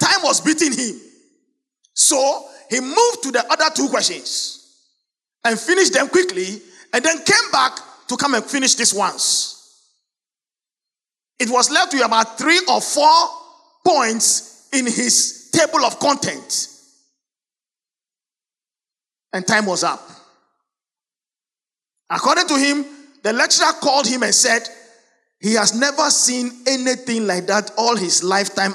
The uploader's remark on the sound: Sermon preached at CBC Shiashie Campus